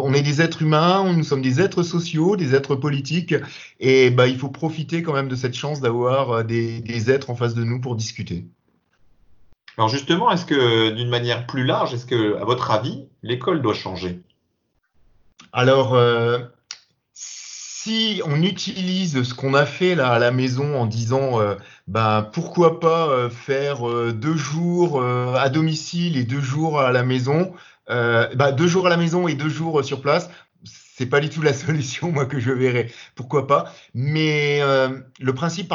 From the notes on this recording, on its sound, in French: Cette émission a été enregistrée par visioconférence.